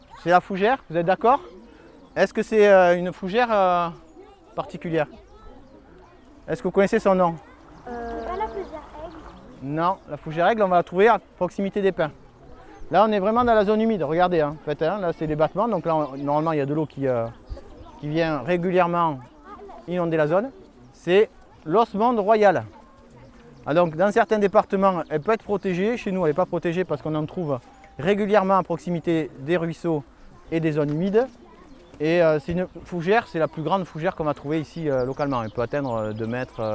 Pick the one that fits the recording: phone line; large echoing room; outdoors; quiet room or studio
outdoors